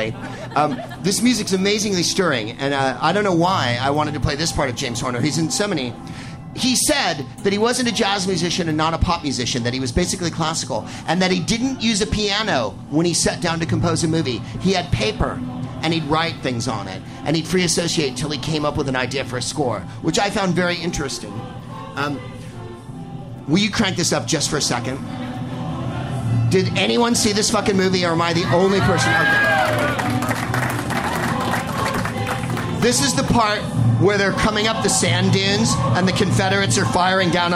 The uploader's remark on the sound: Live from the Punchline in San Francisco